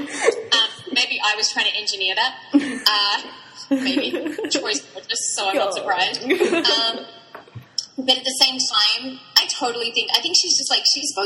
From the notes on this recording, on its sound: We've tried our best to take away the echoes, but there might be some technical problems with the recording.